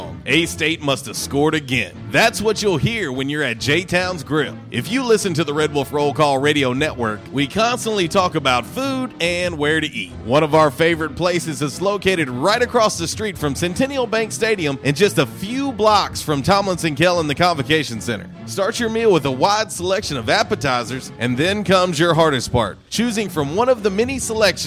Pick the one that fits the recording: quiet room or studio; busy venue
busy venue